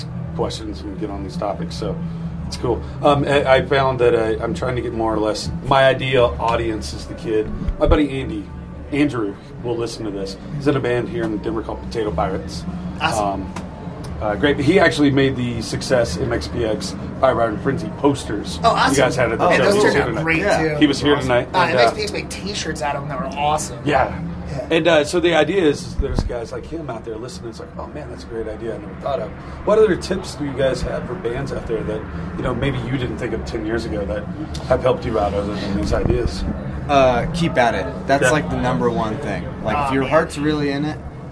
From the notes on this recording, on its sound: outside the Summit Music Hall in Denver, Colorado!